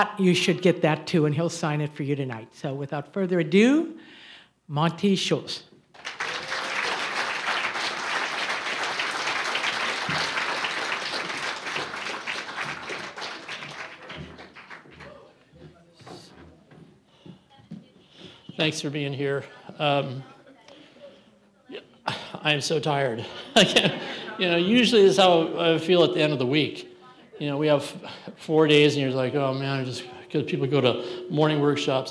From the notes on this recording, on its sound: Santa Barbara Writers Conferece opening night keynote talk on June 18th 2023